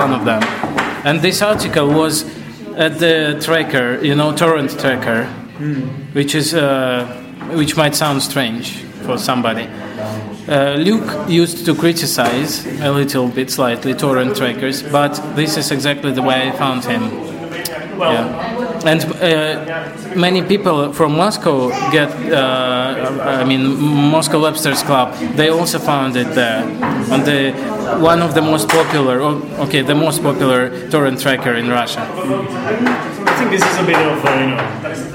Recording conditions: live audience